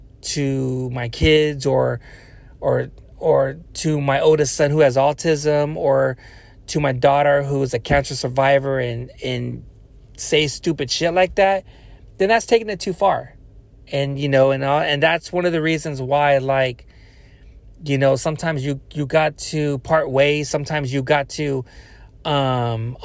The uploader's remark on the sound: Car Talks. While driving home from work.